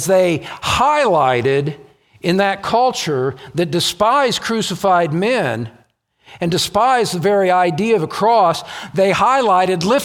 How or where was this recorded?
large echoing room